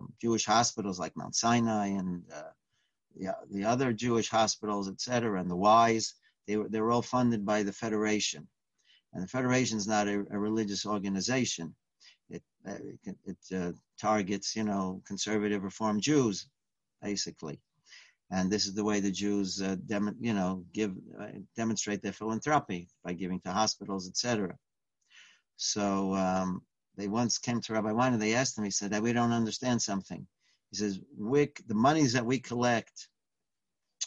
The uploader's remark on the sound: Live On Zoom